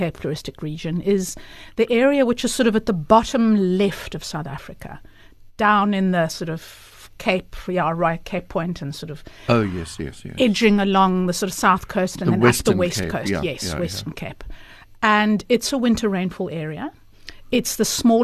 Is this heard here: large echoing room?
no